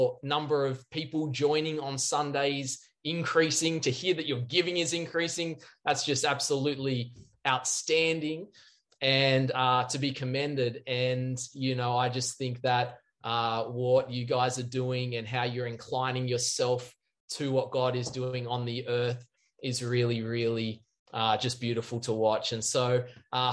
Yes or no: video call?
yes